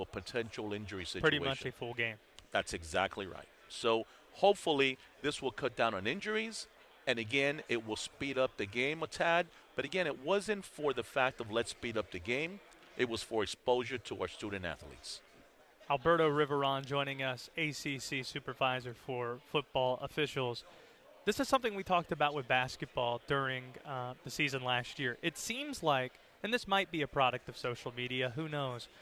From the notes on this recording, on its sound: live from ACC Kickoff in Charlotte